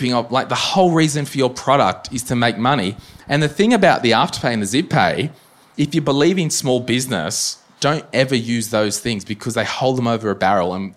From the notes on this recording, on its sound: The first my millennial money meet up for the year on the sunny Gold Coast! In this episode live audience members asked the following questions.